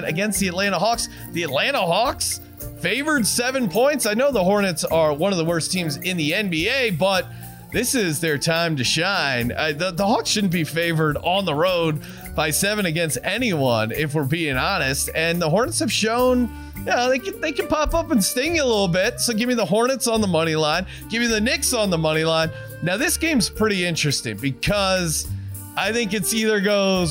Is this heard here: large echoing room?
no